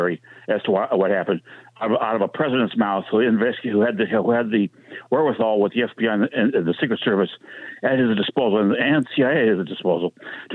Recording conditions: phone line